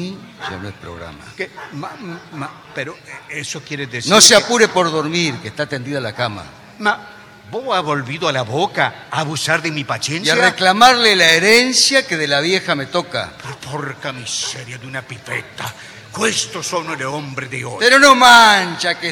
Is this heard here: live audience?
yes